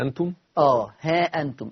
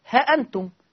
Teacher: يقرأ بحذف الألف اللي بين الهاء والهمزة